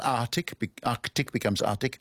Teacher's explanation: There's two consonants in the middle of a word. The first one gets lost.